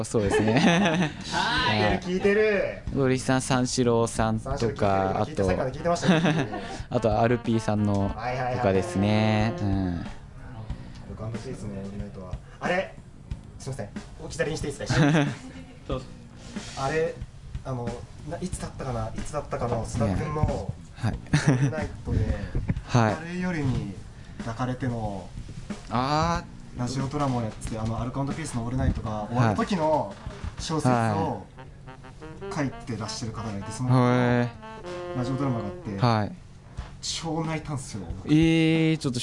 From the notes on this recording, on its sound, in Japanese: 公開収録前編。ラジオのグループ展「アナログ」にて行われた公開収録の模様です。